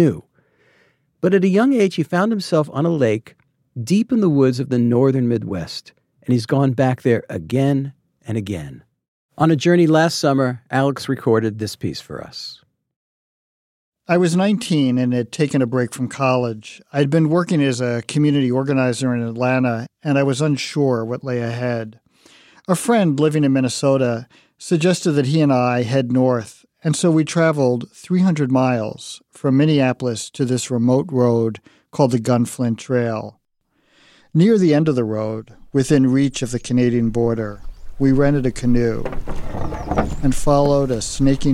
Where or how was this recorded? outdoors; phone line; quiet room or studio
outdoors